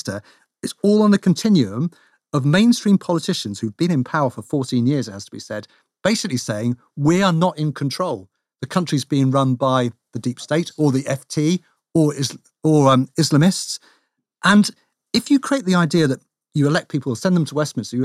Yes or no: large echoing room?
no